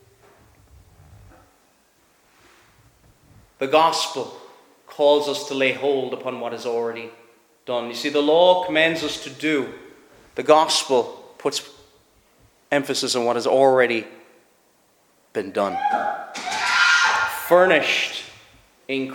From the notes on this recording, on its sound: Preached at Shettleston Free Church -Continuing- at their communion season.